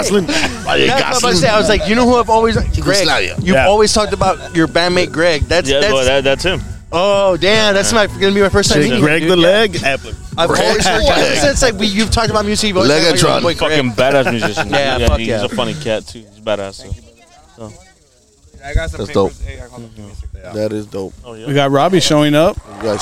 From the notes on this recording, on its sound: live from the 78543 show in Elsa, Tx.